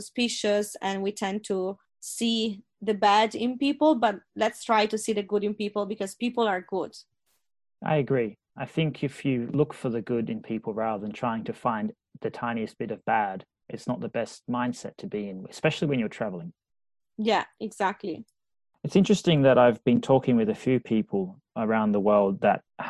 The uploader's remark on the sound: Zooms from Liverpool across the Irish Sea. In her natural habitat - Dublin.